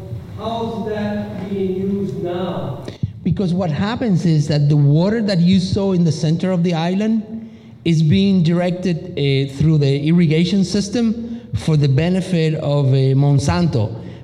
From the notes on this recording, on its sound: Offered a lecture at Wistariahurst Museum. Recorded at Wistariahurst Museum on April 17th, 2018.